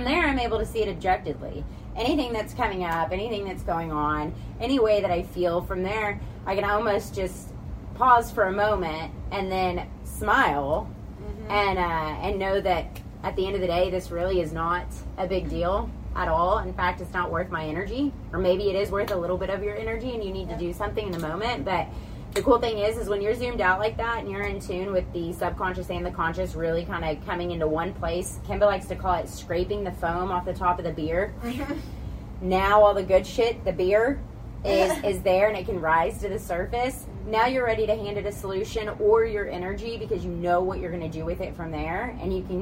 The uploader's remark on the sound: Tune in live from the beautiful Tulum jungle beach in Mexico while on a yoga retreat.